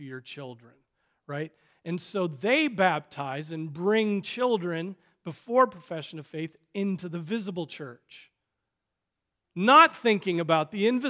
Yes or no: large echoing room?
yes